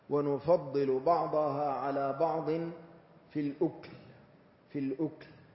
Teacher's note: قول ربنا جل جلاله ونفضل بعضها على بعض في الأكل قرأها نافع وابن كثير بإسكان الكاف